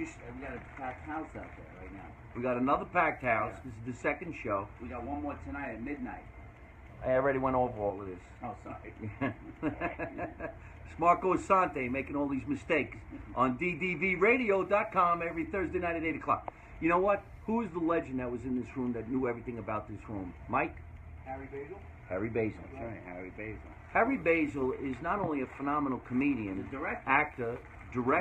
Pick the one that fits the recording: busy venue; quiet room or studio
busy venue